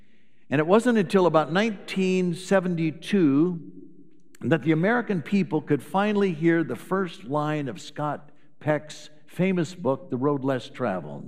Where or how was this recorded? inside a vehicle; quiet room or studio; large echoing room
large echoing room